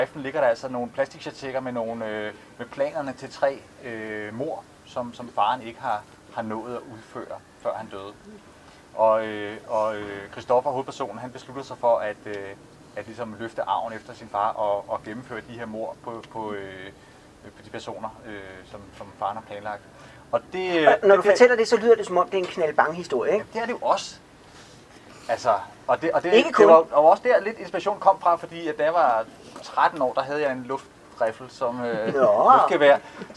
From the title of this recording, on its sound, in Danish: Festivalafslutning på Christianshavn 2020